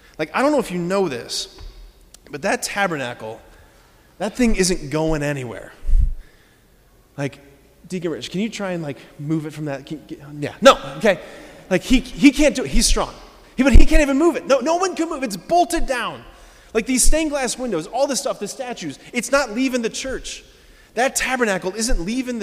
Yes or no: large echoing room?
yes